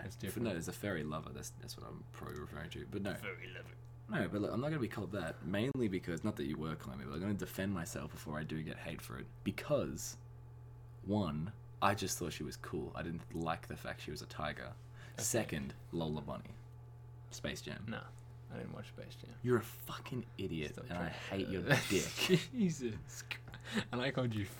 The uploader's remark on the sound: Apologies for the droning in the background.